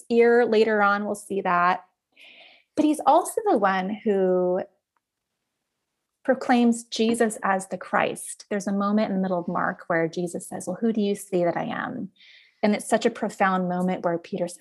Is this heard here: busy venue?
no